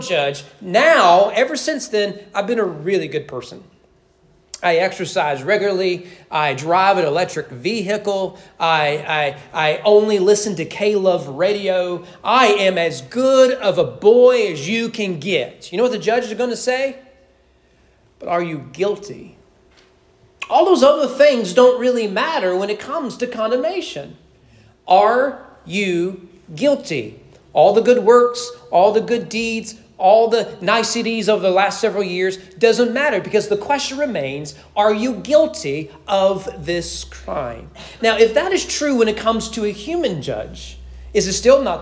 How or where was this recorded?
large echoing room